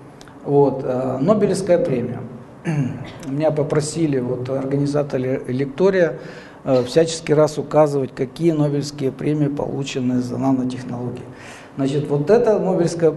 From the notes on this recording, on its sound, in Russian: Лекторий «Высшая лига» — цикл публичных лекций, с которыми выступают самые яркие профессора «Вышки».